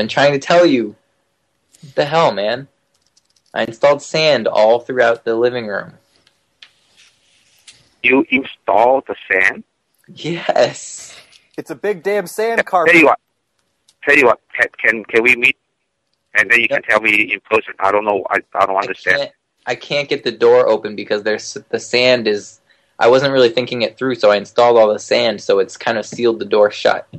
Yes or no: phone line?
yes